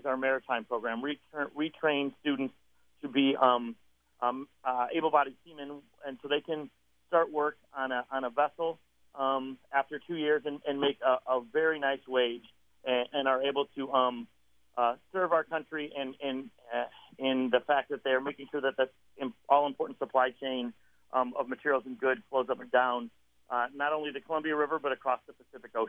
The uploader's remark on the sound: interview